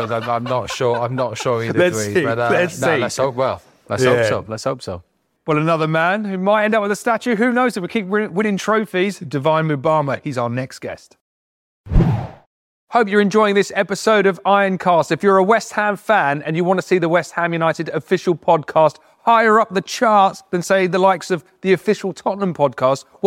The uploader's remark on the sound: Recorded at the InterContinental on the evening of The Road to Victory